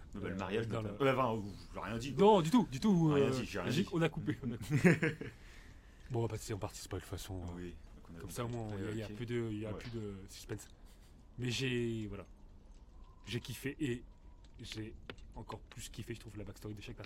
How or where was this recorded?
outdoors